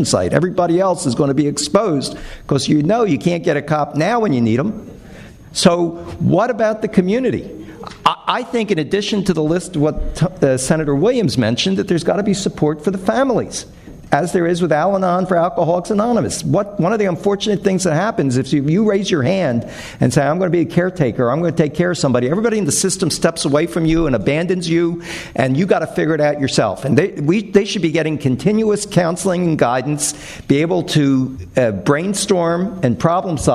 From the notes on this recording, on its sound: The one-hour debate was recorded in front of a live studio audience. Audience members also posed questions to the candidates.